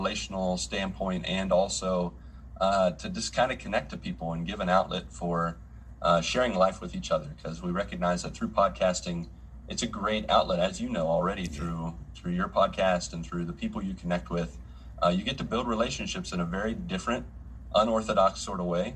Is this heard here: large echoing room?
no